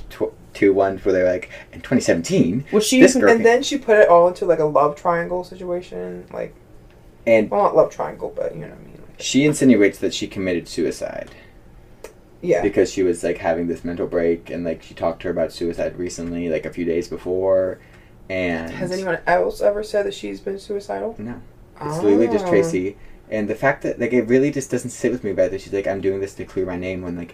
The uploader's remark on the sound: sorry if the audio is a little off, this is my first time having two co-hosts and I only have 2 mics